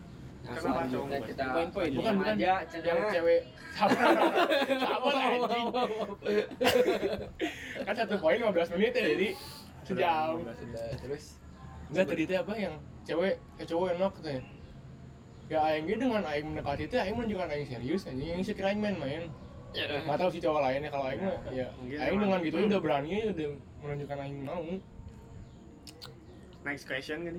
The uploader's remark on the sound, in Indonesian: maap banyak suara bocor belum mampu beli mic.